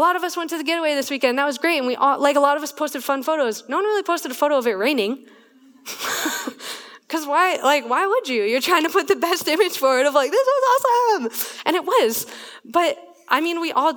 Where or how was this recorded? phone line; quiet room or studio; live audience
live audience